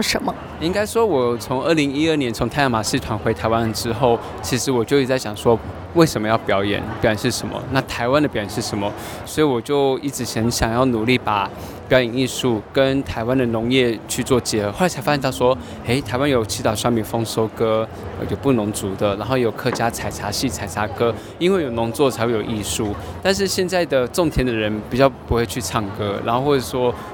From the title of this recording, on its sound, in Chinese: Live tour 2023臺灣美食展！